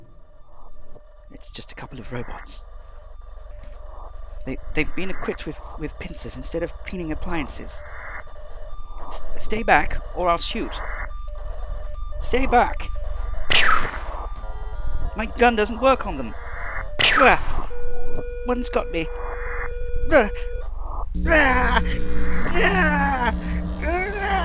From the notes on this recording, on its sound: The hisses and crackles you hear on this recording are quite deliberate, as low-fidelity is to be expected from audio retrieved by laser-accelerated spectography from a parallel universe 1965.